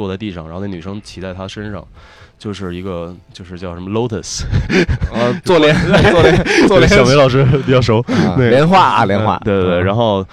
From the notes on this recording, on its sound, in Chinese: 我们用 8 天的时间在内华达沙漠黑岩城完成本期火人节节目的录制